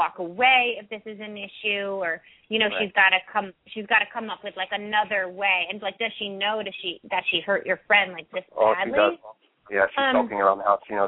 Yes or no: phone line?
yes